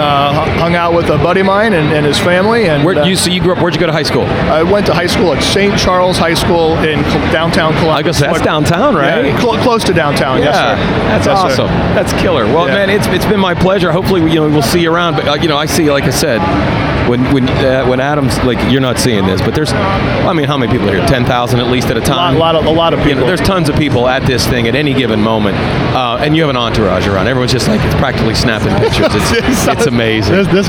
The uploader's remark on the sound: With the roar of the 2018 Arnold Sports Festival going on all around them